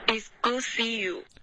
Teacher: Good to 的这个 t 的整个音节都丢了